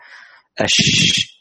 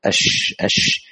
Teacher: انتشار الريح في الفم عند النطق بحرف الشين · Term: التفشي